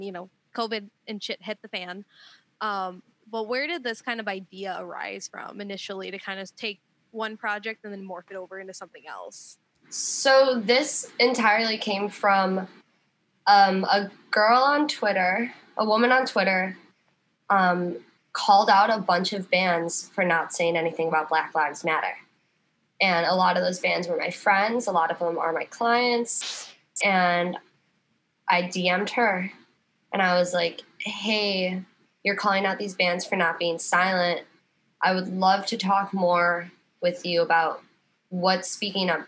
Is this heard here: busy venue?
no